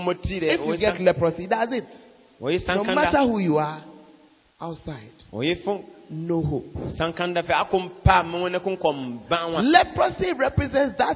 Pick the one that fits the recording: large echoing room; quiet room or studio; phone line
large echoing room